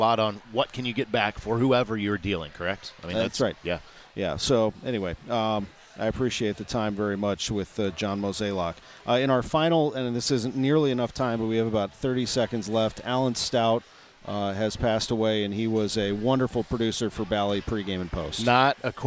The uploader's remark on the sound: live from Cardinals Nation inside Ballpark Village